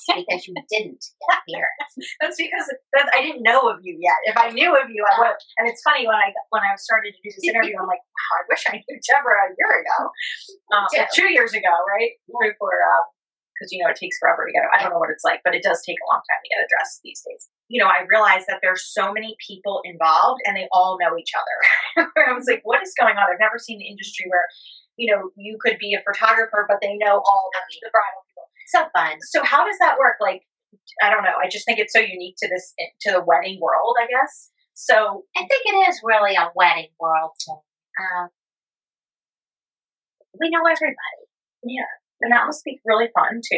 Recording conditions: poor sound quality